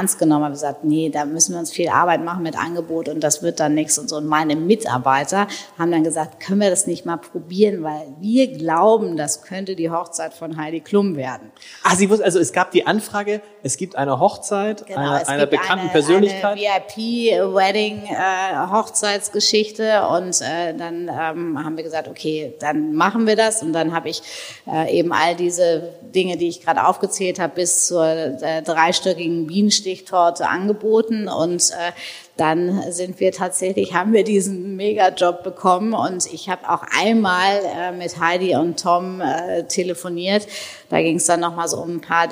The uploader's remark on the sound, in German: live im großen Festsaal des Hotel Grand Elysee